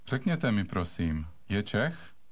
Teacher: the rising question intonation at the end